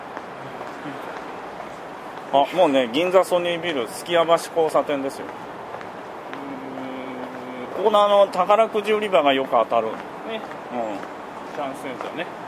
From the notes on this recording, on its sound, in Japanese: 新橋～銀座～東京駅と歩きながら収録を行いました。